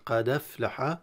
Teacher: قد أفلح، الهمزة هنا قد أفلح تنقل حركة الهمزة للدال، قد أفلح وتحذف الهمزة، هذه من صفة الهمزة.